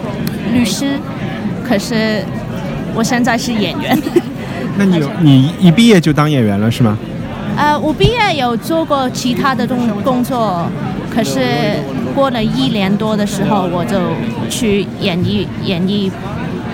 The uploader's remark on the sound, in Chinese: 在爱丁堡看演出。只能用手机在酒吧里录一期不剪辑的人物采访。采访有酒吧背景杂音，权当增添了节日气氛吧。